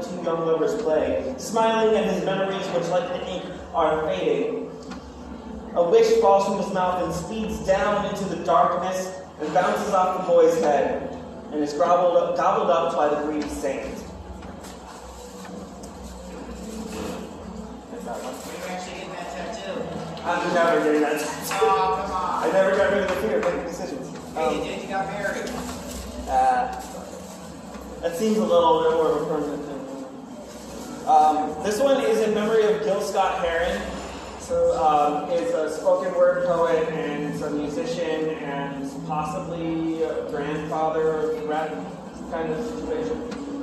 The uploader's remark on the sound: performs at Ingenuity Fest 2022